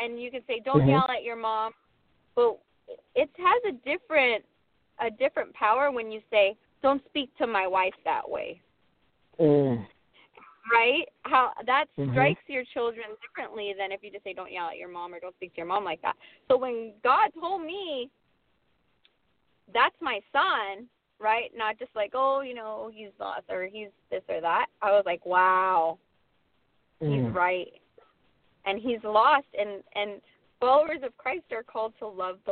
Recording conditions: phone line